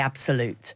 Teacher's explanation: the b will always sound in certain English dialects like a p, because that follows on more easily than...